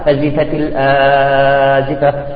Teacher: في ورش تمد ست حركات · Term: مدود بدل